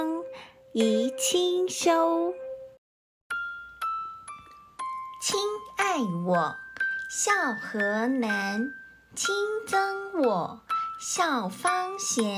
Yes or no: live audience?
no